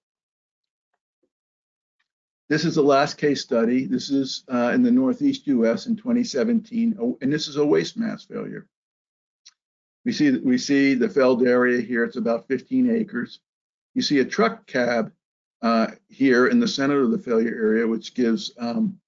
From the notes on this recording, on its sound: This is an audio version of the FGI webinar.